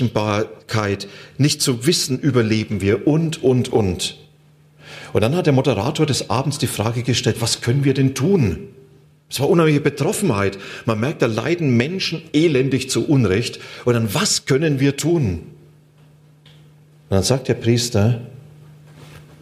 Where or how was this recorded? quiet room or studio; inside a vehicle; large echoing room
large echoing room